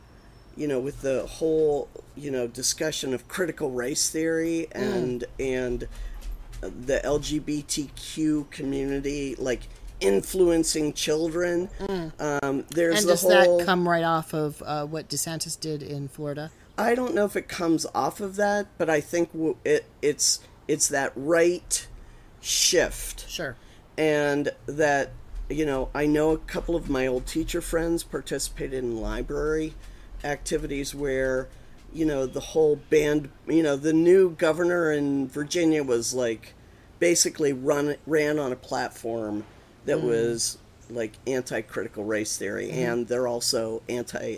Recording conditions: sounds in the background